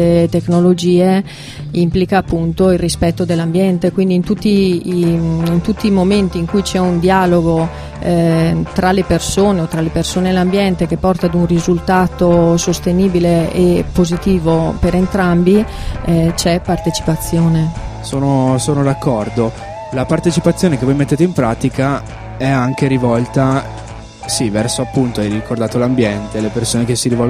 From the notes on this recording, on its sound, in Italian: La trasmissione di Sanbaradio. In questa puntata speciale in esterna, in diretta da piazza Fiera in occasione del Festival dell'Economia.